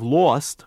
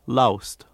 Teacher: Instead of lost, which is what he would do for L-O-S-T, you're hearing more of a loust. · Shown in: second take